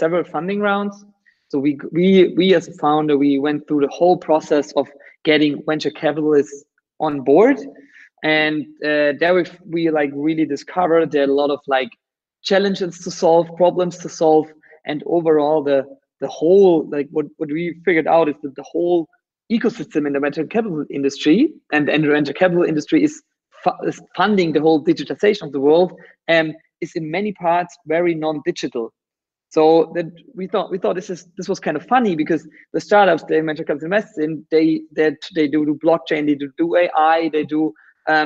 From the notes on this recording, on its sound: You are listening to the audio track of a video interview conducted via Google Hangouts. The last few minutes of the interviews did not get recorded by the server.